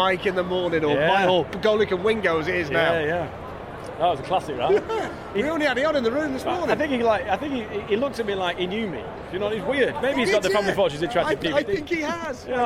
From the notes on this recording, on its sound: LIVE FROM ATLANTA WITH MANY MANY GUESTS. Walk Radio Row. Suck in the sights and sounds of the Super Bowl in Atlanta.